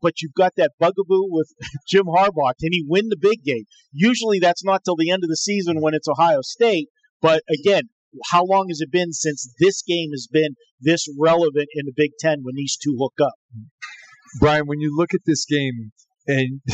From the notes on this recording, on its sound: Live from The Cosmopolitan of Las Vegas.